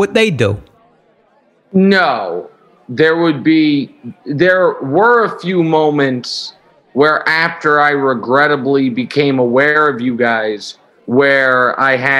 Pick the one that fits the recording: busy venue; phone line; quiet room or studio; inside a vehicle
busy venue